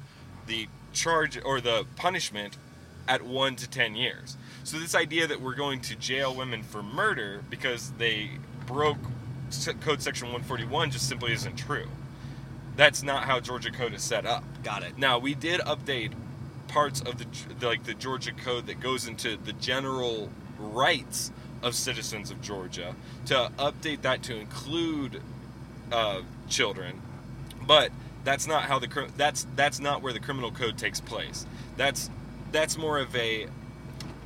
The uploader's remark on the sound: in the car this week